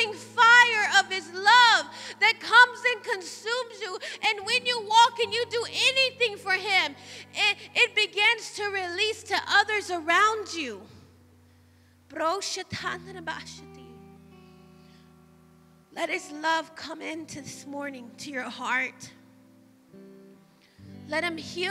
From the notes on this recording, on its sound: Live from The Emerging Streams Apostolic Center in Stryker, Ohio